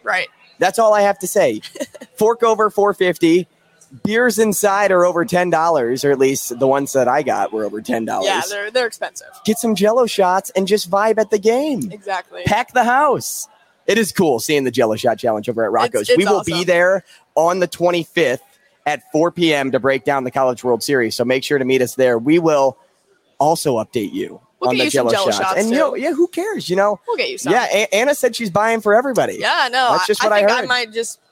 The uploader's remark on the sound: Live From Zipline Brewery. Live at Zipline Brewery in downtown Omaha.